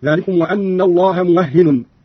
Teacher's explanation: قرأ قالون بفتح الواو وتشديد الهاء وتنوين النون هكذا: ذلكم وأن الله موهن، وكيد بالنصب هكذا: ذلكم وأن الله موهن كيد الكافرين.